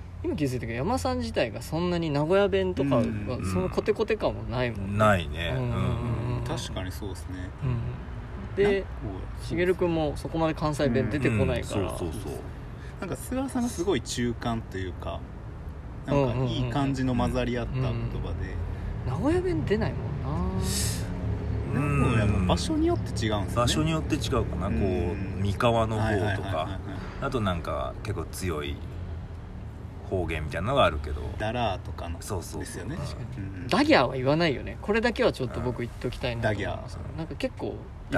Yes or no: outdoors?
yes